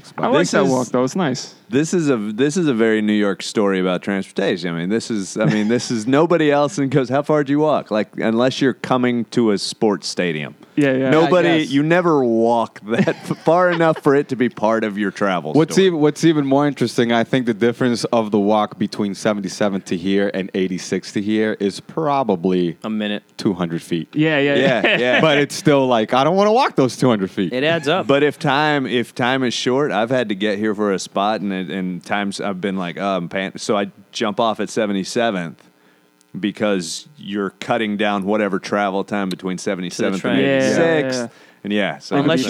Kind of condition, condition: setting, busy venue